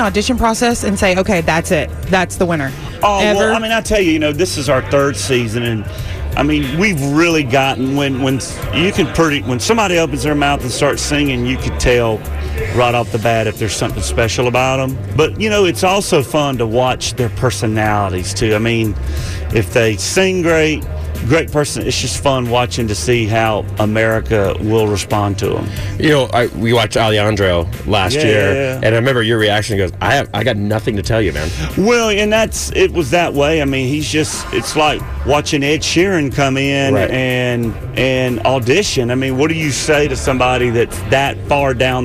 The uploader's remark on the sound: live from the 2019 CMA Awards in Nashville!